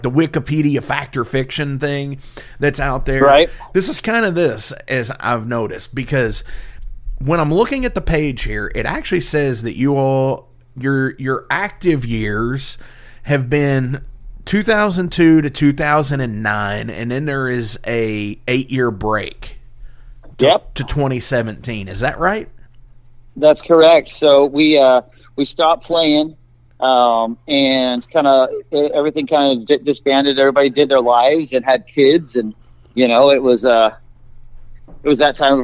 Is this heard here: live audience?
no